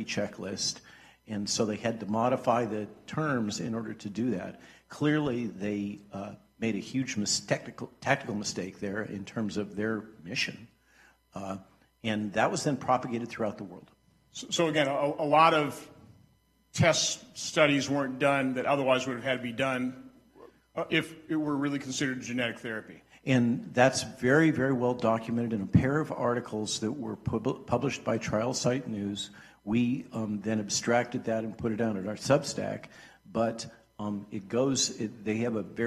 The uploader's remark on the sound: a live event at Hillsdale College in Washington D.C.